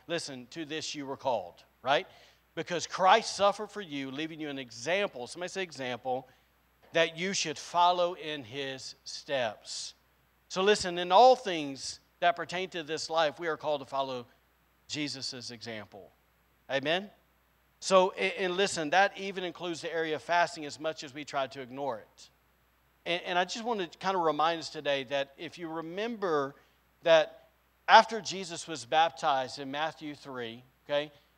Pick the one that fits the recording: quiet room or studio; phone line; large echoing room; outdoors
large echoing room